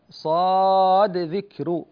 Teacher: وعند الوصل نظهر الدال عند الذال، صاد ذكر هكذا.